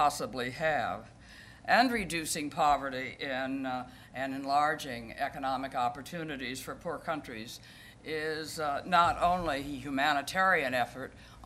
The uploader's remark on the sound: At the Council of American Ambassadors' Spring Conference, Global Tour d'Horizon